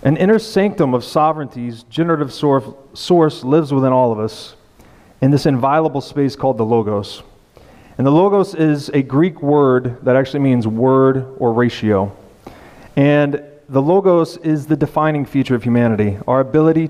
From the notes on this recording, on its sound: session from the 2020 BitBlockBoom Conference in Dallas, Texas